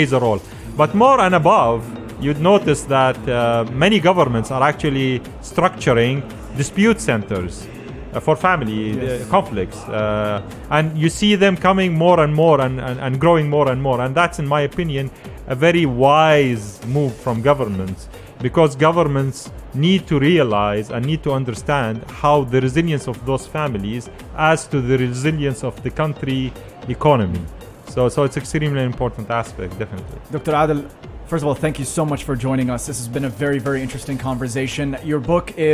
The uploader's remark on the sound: Pulse 95 Live at Sharjah Book Fair. Joined the show at SIBF.